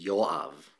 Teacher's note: People usually put the stress on the first syllable.